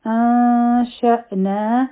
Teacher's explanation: دوه سیکنډه ټایم ورکو، اخفا به وکړو او د شین د پاره به خپله ژبه تیاره کړو. او د شین نه پس چې کوم الف دی نو په دې باندې سکون دی، نو دلته کې به مونږ جټکه ورکو.